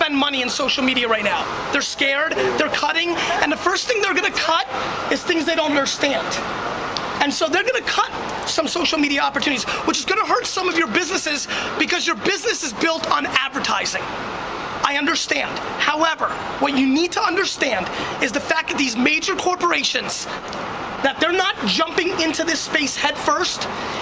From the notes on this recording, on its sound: A 2008 NYC Street Keynote. Today’s episode is a classic keynote that I gave on the streets of NYC back in 2008.